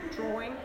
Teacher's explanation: when there is no R in spelling, there is still an R produced · Term: intrusive R